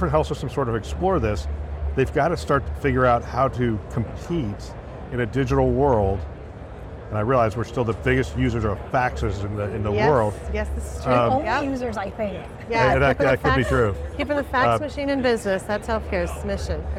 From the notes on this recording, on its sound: live from HIMSS 2023